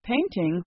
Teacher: Word stress is saying one syllable of a word louder and longer than the other syllables. The word painting, for instance, has two syllables. The stress is on the first syllable.